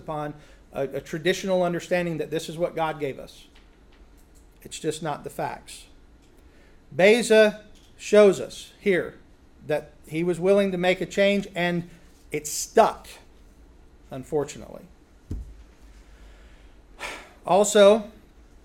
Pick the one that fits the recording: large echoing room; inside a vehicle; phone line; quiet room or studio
large echoing room